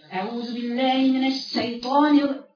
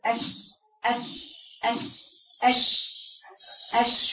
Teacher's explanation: شايفين الصوت الصفير ده؟ هي خلطت معاها صوت الصين فبتطلع معاها صفير · Shown in: first take